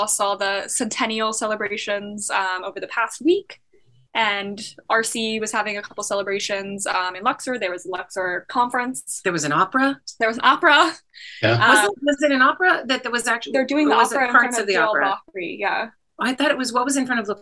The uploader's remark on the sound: Earlier in November we had our last live zoom event of the year with Patrons.